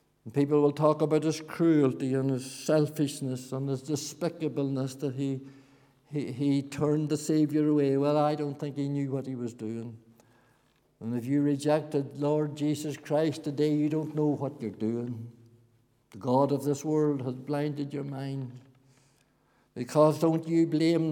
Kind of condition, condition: setting, large echoing room